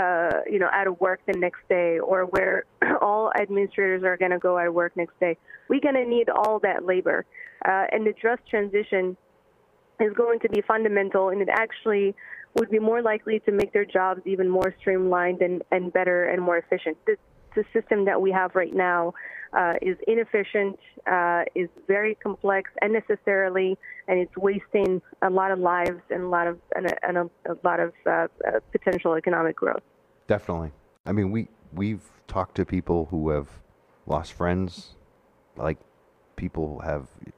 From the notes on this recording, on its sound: Guest call. Take calls.